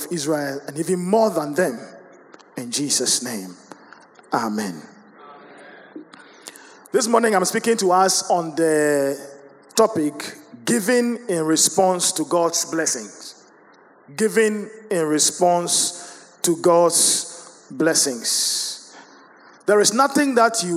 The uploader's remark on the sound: Sermon preached at CBC Shiashie Campus